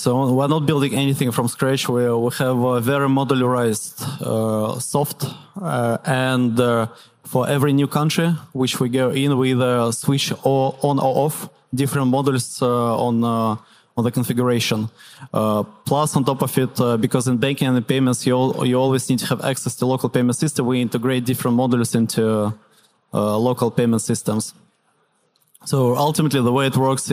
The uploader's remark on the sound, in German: auf der Bühne der Finance-Forward-Konferenz interviewt